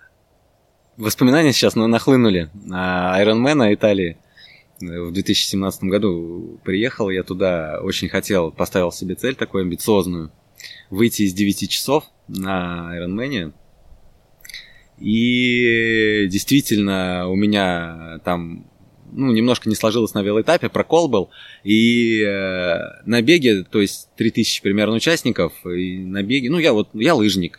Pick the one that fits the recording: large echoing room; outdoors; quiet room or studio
outdoors